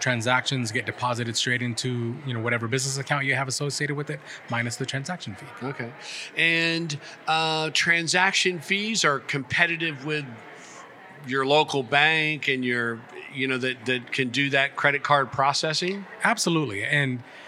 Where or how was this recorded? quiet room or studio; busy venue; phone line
busy venue